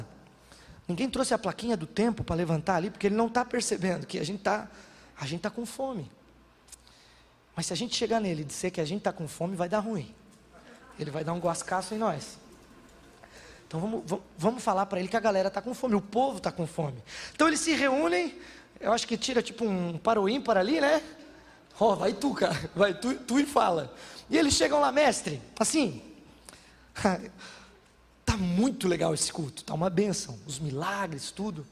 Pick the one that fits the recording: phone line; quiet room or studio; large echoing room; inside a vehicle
large echoing room